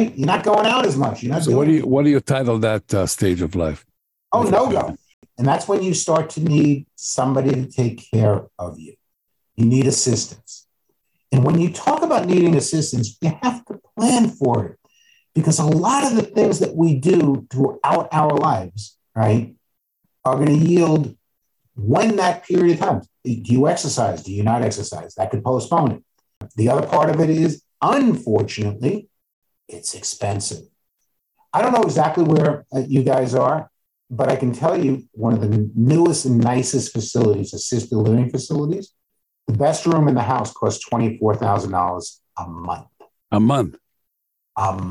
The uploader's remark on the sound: Audio issues notwithstanding. You will likely notice some clicking sounds when he speaks. We tried to fix… yet audio is so unforgiving.